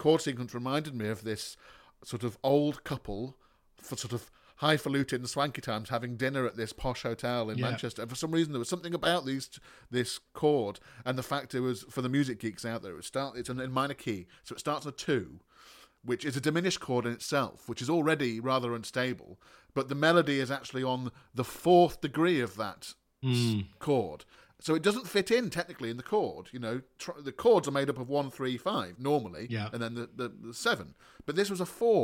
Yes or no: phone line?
no